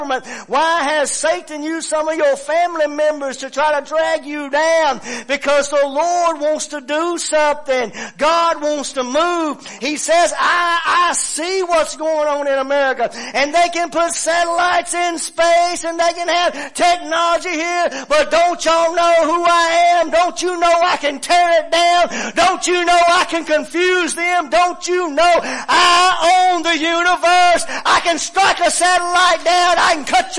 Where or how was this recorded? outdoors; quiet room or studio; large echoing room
large echoing room